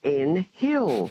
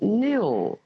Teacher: The H is silent and it's N-H-I-L-L, of course, and it's pronounced Nil. · Shown in: second take